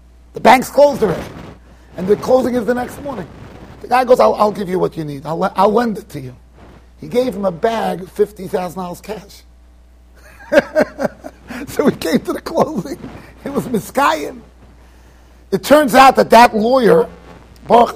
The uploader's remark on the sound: Shiur recorded in Yeshivas Ohr Reuven, Monsey NY.